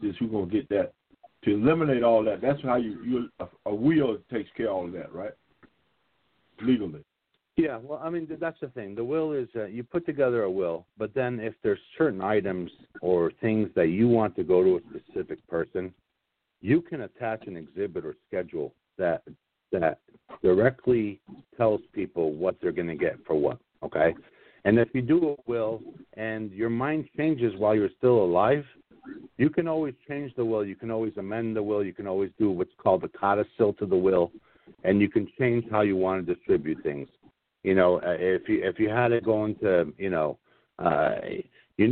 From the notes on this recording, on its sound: NABD Live Conference Call